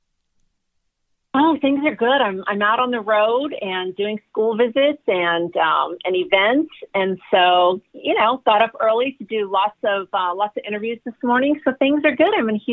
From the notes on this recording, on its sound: joined our 4-Timers club when he called